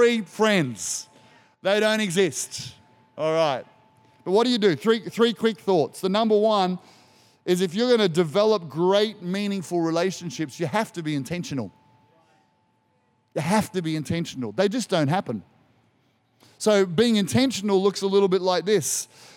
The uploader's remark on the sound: This was recorded in our 9am service